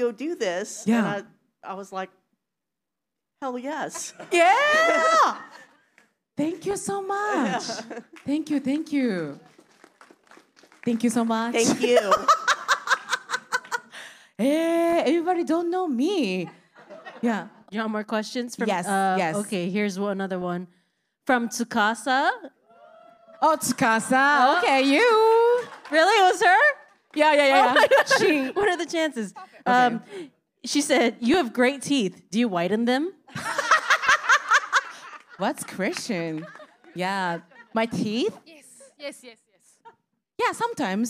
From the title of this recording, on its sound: The Podcast LIVE! Snippets from New Orleans and LA!